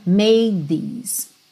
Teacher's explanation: Então, você já vai direto, made these. Ou seja, como se você não fizesse o D, porque você já vai fazer o TH